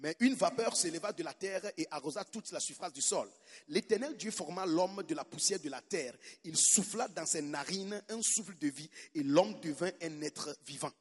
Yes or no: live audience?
yes